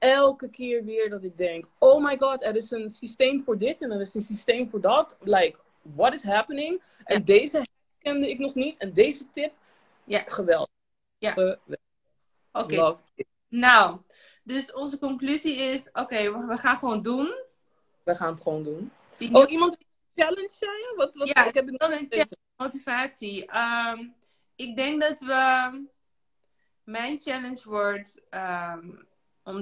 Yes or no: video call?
yes